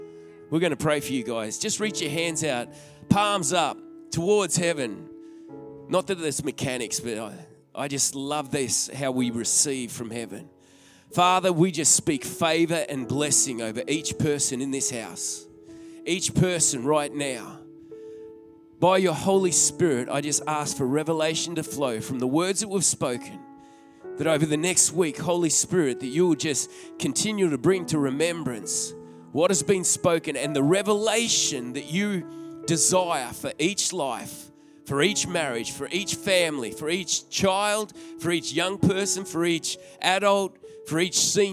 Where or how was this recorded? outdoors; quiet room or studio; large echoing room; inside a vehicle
large echoing room